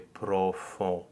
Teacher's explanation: the first O, which is in theory open, will take on a, a less open quality because of the closed O that follows. So you will not really say profond with a really open with a really o.